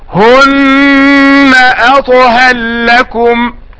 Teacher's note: يقرأها السوسي بإدغام الراء في اللام